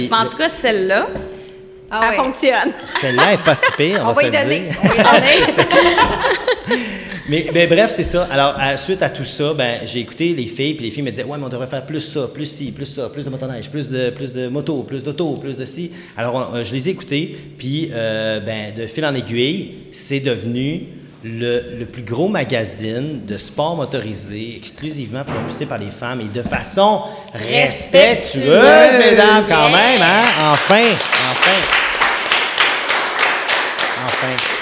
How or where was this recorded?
live audience